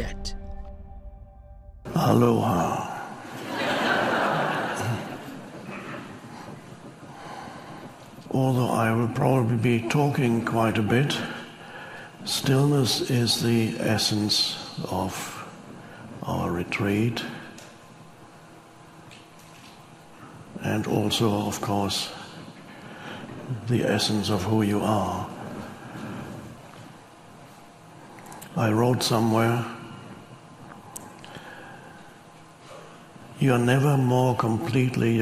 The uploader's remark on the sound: Talks to a live audience. He says ‘Aloha’ to the crowd.